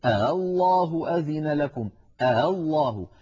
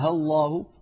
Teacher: الطريقة الثانية التي كانت تفعلها بعض القبائل العربية أنهم كانوا يسهلون الهمزة الثانية التي هي همزة الوصل، وأذكركم بمعنى التسهيل، التسهيل هو نطق الهمزة بين الهمزة المحققة وحرف المد المجانس لحركتها، بمعنى عدم جعلها شديدة مجهورة · Shown in: first take